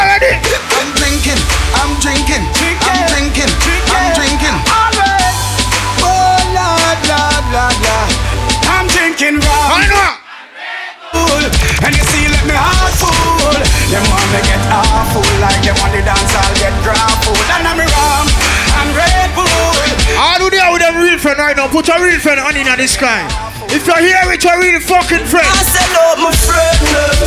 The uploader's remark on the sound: Pre Party of Purge Anarchy Live From Inside Sit And Sip!